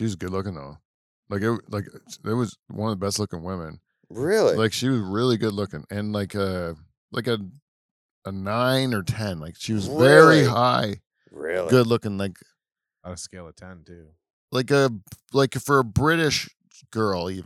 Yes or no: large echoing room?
no